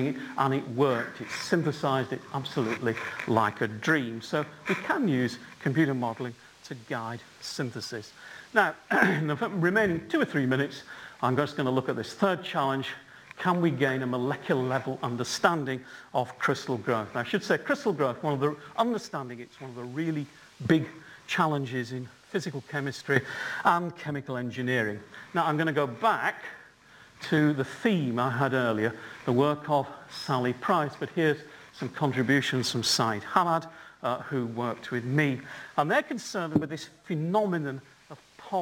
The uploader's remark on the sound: UCL Lunch Hour Lecture